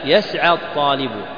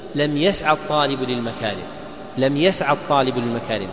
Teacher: فإذا قلنا مثلا يسعى، انظر يسعى، يسعى الطالب قوية، لكن إذا قلت لم يسعى الطالب للمكارم، لم يسعى الطالب للمكارم، تكون العين ضعيفة، ما بعدها ألف، وإنما حركة · Shown in: second take